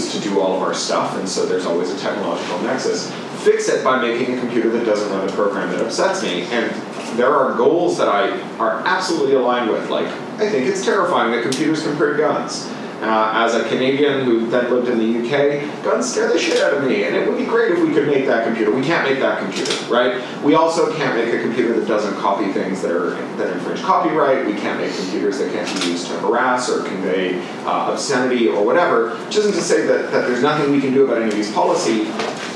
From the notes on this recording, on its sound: Full event audio. A podcast featuring audio from events at Columbia University.